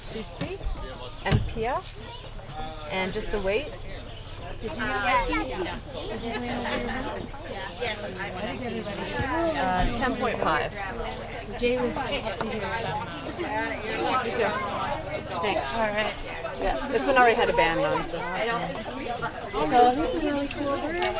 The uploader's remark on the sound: During the grand opening of the Hillardton Marsh Visitor Centre. Immerse yourself in the captivating sounds from the bird banding table.